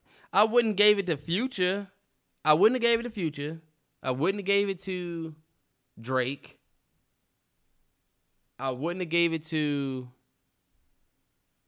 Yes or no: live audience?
no